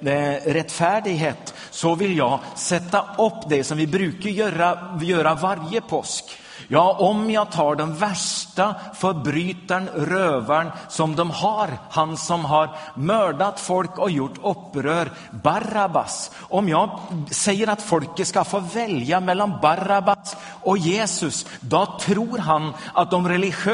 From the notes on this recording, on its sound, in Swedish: Inspelad i Smyrnakyrkan, Göteborg 2011-04-22.